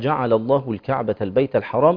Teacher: فاللامين اللام الأولى جعل مرققة واللام الثانية مغلظة بتاعت لفظ الجلال